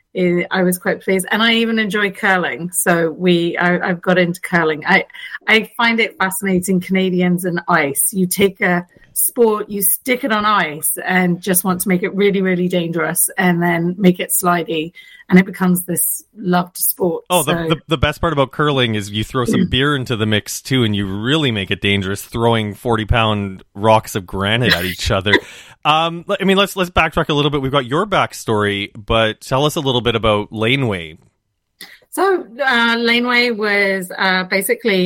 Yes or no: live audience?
no